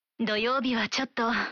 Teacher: en allongeant la prononciation à la fin et en diminuant le ton de la voix pour dire ちょっと